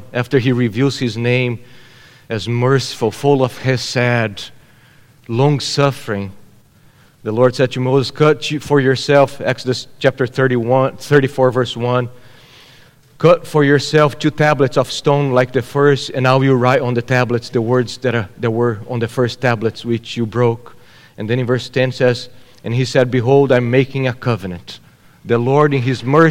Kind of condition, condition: setting, large echoing room